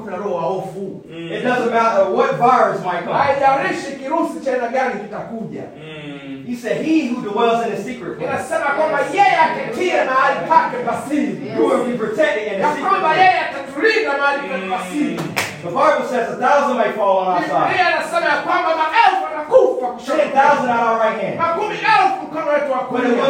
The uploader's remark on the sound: This is a recorded message. Preached at Tanzania Assemblies of God in Zanzibar.